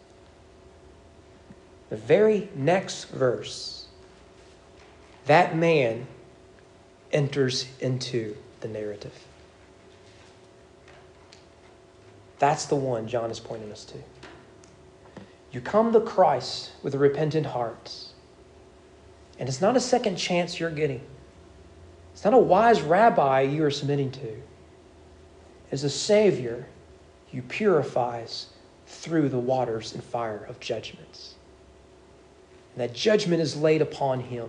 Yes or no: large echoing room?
yes